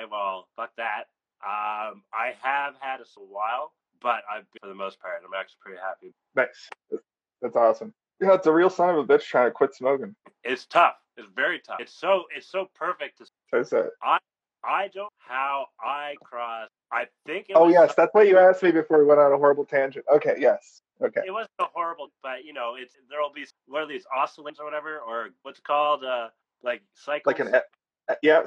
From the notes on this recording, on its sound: Luckily the sound has been compressed.